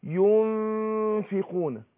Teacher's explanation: بقسم الغنه وانا بخفي النون، بقسم الغنه حركتين واروح ناطق الفاء على طول · الفاء بتخرج من بطن الشفه السفلى مع الثنايا